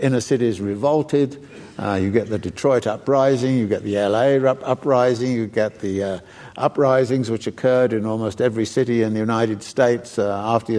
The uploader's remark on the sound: Recorded at the Lensic Theater in Santa Fe, New Mexico on October 24, 2018.